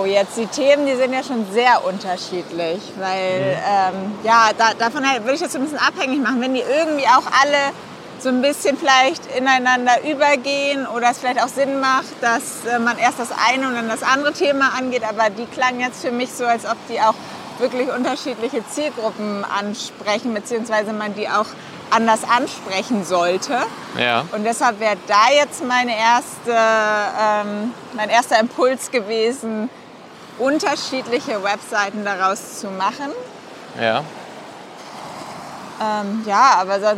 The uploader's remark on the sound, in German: Aufgenommen am Strand in Lettland.